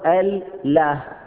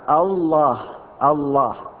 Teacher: هذا تفخيم للام، وهذا التفخيم عوض عن الهمزة المحذوفة · Shown in: second take